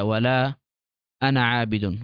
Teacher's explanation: حينما نقف على الكلمة نأتي ونثبت الألف، أما إذا وصلنا بما بعدها فإنه يسقط